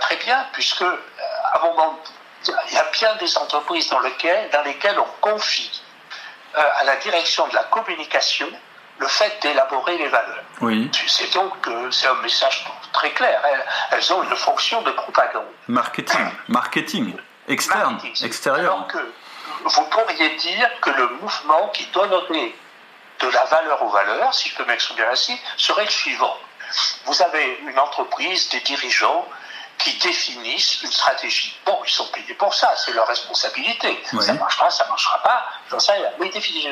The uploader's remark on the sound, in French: Je m'excuse pour la qualité du son de cet épisode (problème technique).